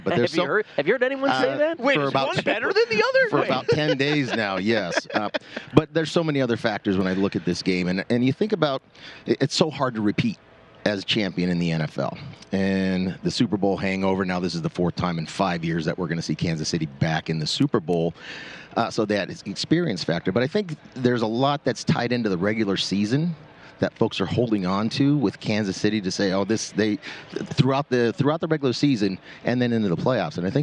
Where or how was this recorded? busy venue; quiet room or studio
busy venue